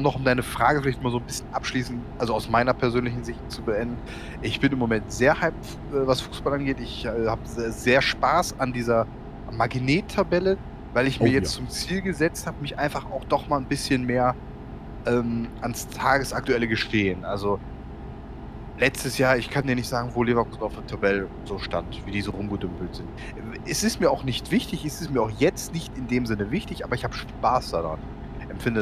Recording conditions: background noise